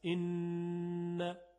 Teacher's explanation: خب حالا این اگر که نون و میم مشدد باشن یا اخفا بشن، مقدار صدای غنه‌ای که خارج میشه از خیشوم بیشتر هست. مثلا در ان چون تشدید داره صدای غنه بیشتر هست